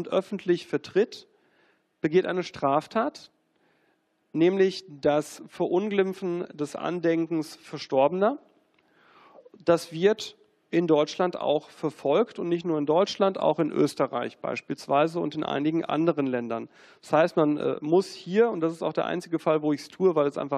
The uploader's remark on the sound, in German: Vortrag im Unperfekthaus in Essen